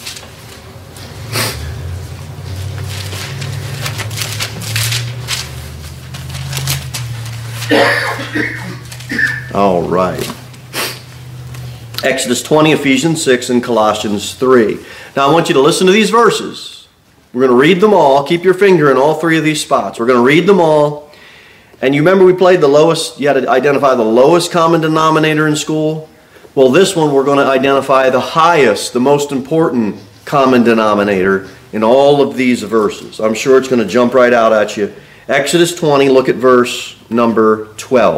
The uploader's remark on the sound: Sermon delivered at Pilgrim Baptist Church on Sunday, December 3, 2023, at 2-15 pm. Jere Whitson Rd. Cookeville, TN 38501.